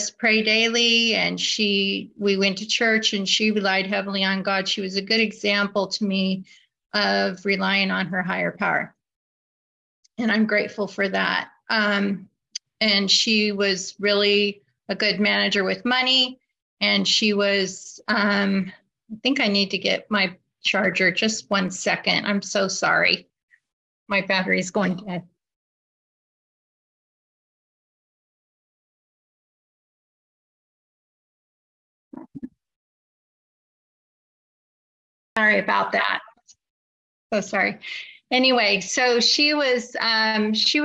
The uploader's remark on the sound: Wednesday Online Meeting. This recording is from an Overeater Anonymous H.O.W.